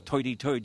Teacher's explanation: a sound of the century that may be in the process of being lost, the R-less, toity-toid street dialect of the Dead End Kids